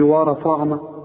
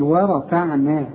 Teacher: الراء فخمها، الفه رققها، العين والنون والمد بتاعهم رققهم · Shown in: second take